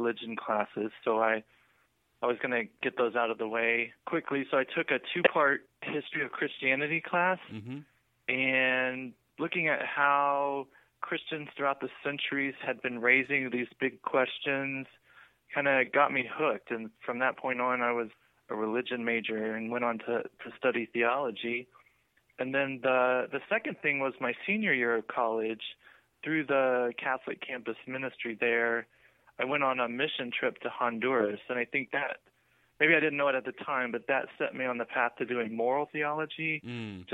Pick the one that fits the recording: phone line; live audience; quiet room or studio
phone line